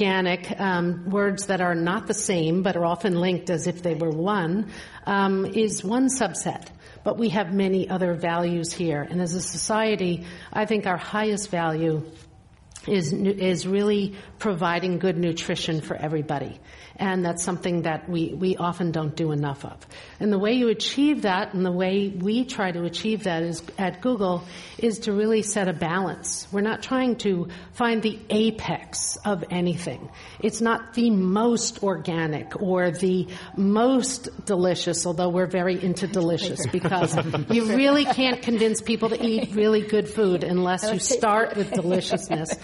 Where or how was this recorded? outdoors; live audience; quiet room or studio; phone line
live audience